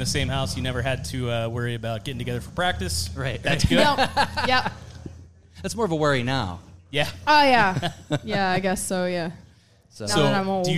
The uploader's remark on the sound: Live from the Love Local Courtyard Concert Series. Our 3rd installment of the micro-casts from the Love Local Courtyard Concert Series!